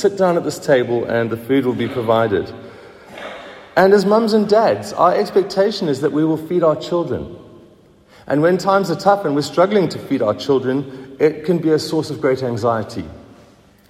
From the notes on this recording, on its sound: Recorded at the 7:45am Sunday service on 26th February 2023